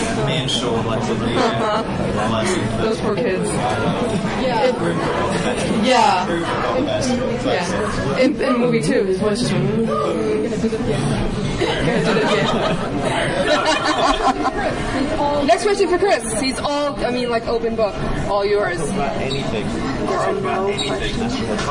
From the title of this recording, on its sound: Live from Witch City